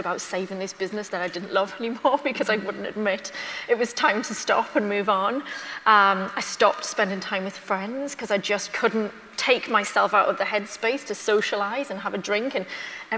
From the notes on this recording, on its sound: Elite Business Live 2023 ‘On Tour’. Took to the stage at Atomicon in Newcastle for Elite Business ‘On Tour’ programme three.